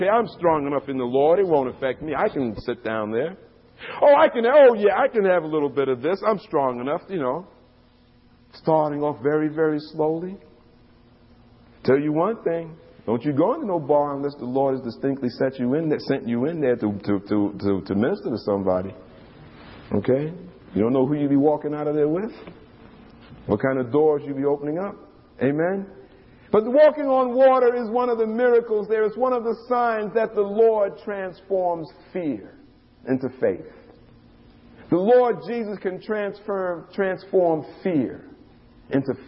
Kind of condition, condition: setting, large echoing room